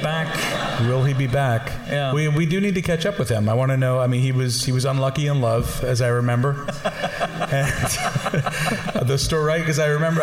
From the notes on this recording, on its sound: Live From The London Podcast Festival. This week's episode is a live show. Recorded as part of the London Podcast Festival, this typically raucous live show.